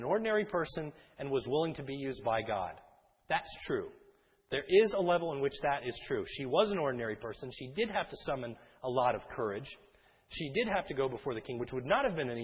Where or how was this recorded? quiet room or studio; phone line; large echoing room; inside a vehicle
large echoing room